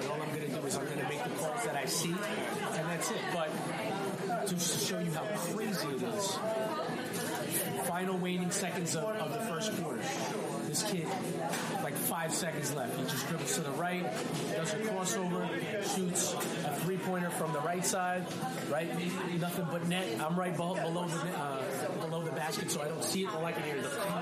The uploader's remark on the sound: Please excuse the audio, as they were in a restaurant that was hustling and bustling.